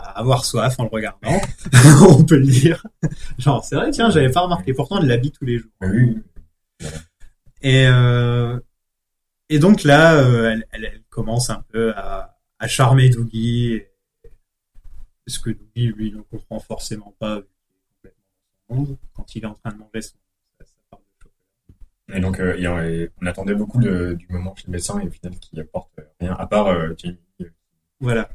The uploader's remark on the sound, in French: Dans cet épisode complétement gâché par un problème d'enregistrement